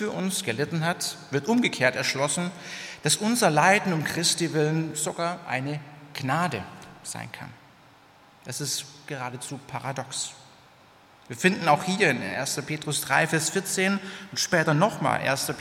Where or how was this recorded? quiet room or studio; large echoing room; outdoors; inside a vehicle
large echoing room